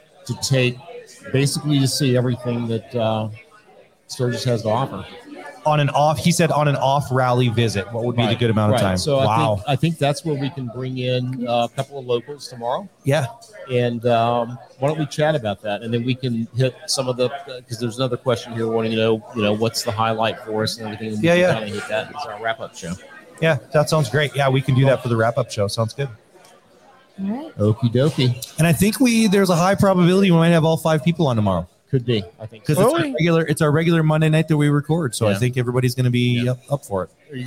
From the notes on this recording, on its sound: Live from the Iron Horse Inn! We're back with day 3 from The Iron Horse Inn in Whitewood!